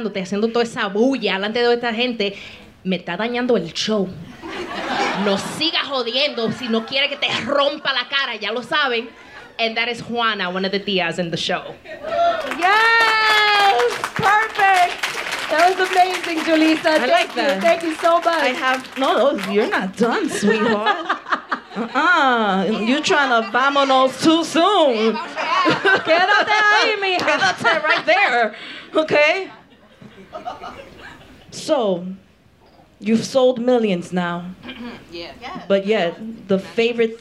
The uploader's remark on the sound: Live from The Triad Theatre in New York City. Recorded in front of a live theatre audience.